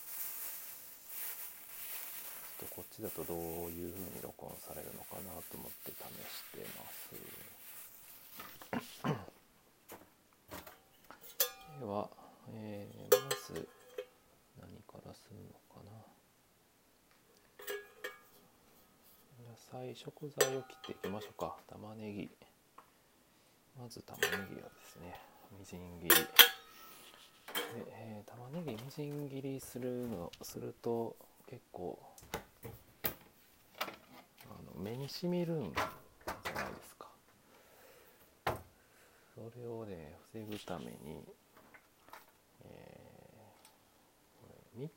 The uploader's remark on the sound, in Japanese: 今回は洗い物ではなく、調理中の収録です。